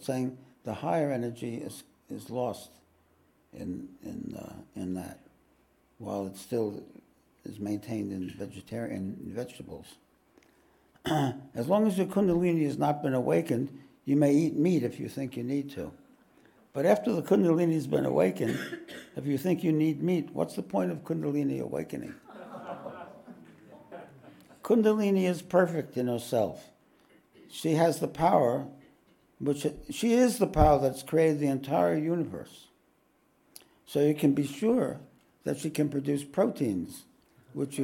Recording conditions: large echoing room